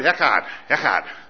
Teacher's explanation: You got to kind of grate the back of your throat a little bit to say echad, kind of like the German CH sound